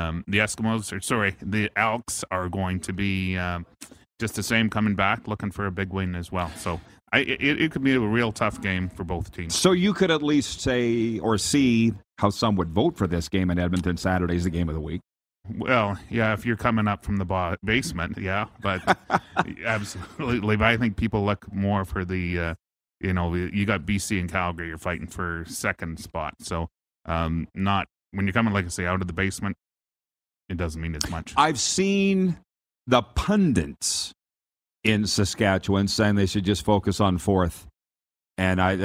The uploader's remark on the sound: We are LIVE from inside Rogers Place in Edmonton, Alberta.